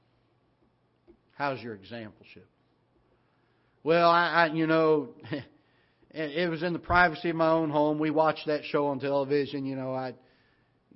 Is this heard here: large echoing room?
yes